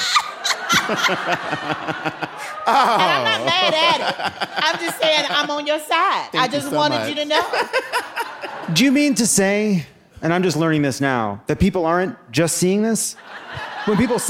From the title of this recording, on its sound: Live from Asheville!